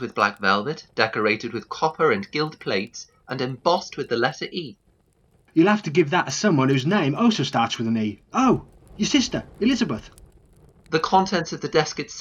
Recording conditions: poor sound quality